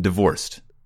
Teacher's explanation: It sounds like you're adding a vowel between the R and the C.